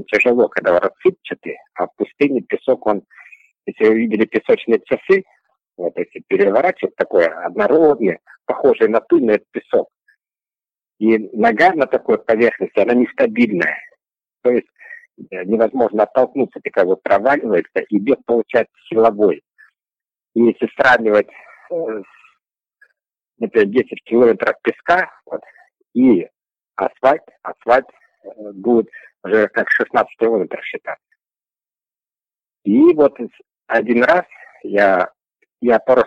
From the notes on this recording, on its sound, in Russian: Интервью мы записывали по телефону, что немного повлияло на качество звука. Даже если местами плохо слышно.